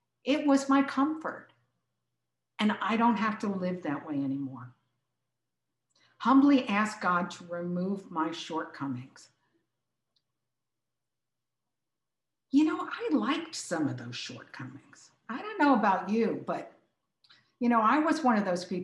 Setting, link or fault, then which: link, video call